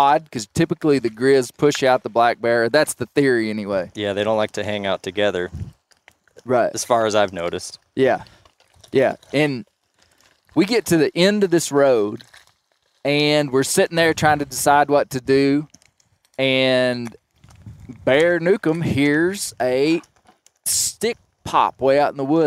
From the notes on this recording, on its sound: This is an in-the-field recording of the Bear Grease [Render]!